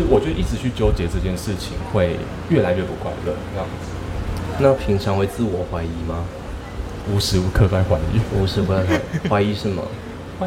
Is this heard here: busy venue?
yes